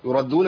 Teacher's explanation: بيان التشديد وعدم تخفيف الدال